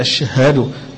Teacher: وتوضح الهمس اللي في الهاء اللي فيها